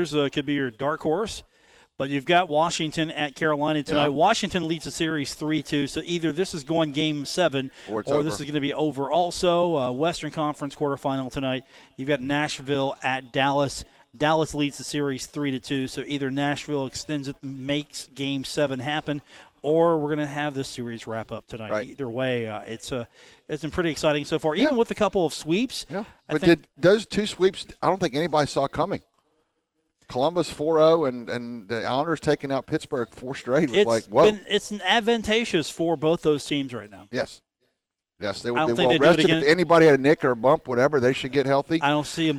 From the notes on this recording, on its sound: broadcast live from The Union Pub and Grill